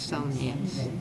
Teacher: Die eerste D hoor je bijna niet